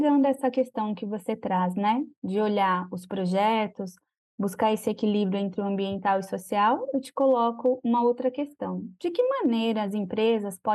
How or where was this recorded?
video call